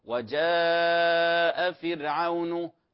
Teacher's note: مد متصل، مد متصل يمد 4 حركات